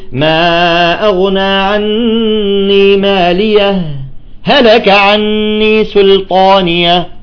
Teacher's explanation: الإظهار أن تقف على مالية وقفة لطيفة جدا من غير تنفس